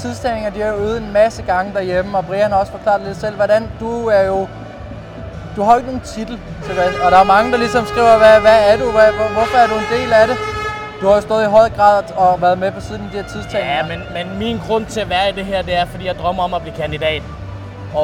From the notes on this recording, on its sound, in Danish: Bocuse d'Or 2023 del. 3 Live fra Lyon. Hør med live fra Lyon.